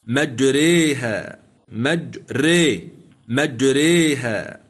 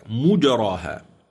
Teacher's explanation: أما من لم يقرأ فيها بالإمالة فهي عنده مفخمة · Shown in: second take · مجراها، كالمكي مثلا يقرأ هكذا مجراها.